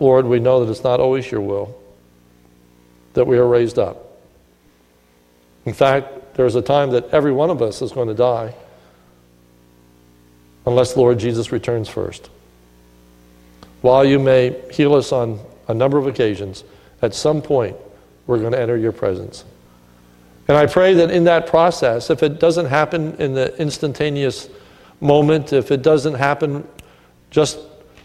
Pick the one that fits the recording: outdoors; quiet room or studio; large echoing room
large echoing room